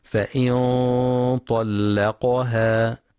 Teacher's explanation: نون ساكنة بعدها طاء، إخفاء حقيقي بغنة مفخمة